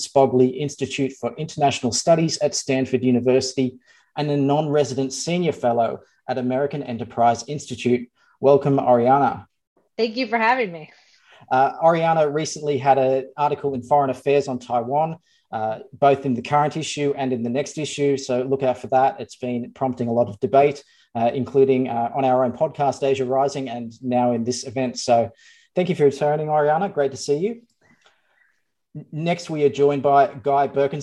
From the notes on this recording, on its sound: In this webinar, an expert panel considers where conflict is likely.